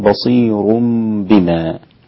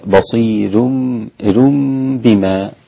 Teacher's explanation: انفرد ورش بترقيق الراء في بصير حتى وصلا · Shown in: second take